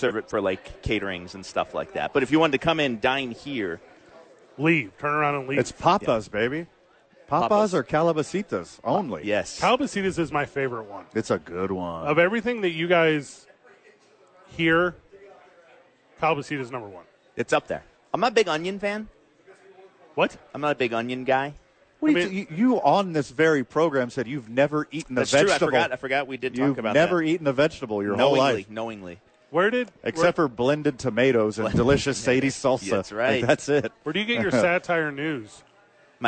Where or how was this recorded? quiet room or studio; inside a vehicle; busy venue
busy venue